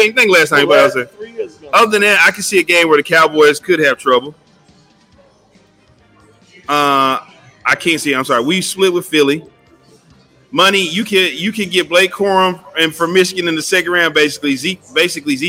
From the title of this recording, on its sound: Live from Winners Smokehouse